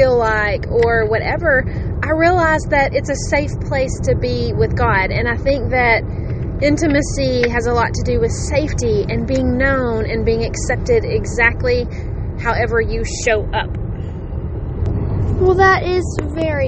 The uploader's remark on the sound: completely unedited and recorded from the car